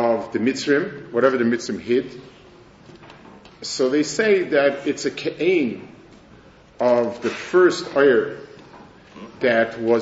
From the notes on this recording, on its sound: Delivered at the Mir Yerushalayim.